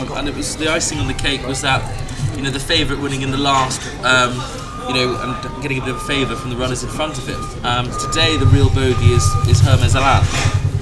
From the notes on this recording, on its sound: In the Fitzdares Club at Cheltenham. First day of the Festival.